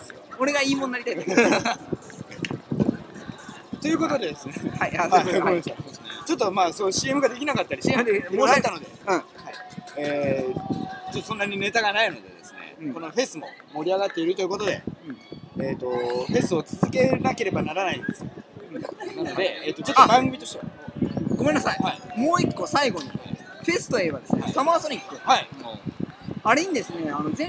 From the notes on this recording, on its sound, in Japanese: 完全屋外収録